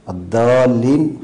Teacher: ترقيق الضاد في الضالين، الضالين، فتكون شبيهة بالدال، فيتغير المعنى من الضلال إلى الدلالة أي الإرشاد.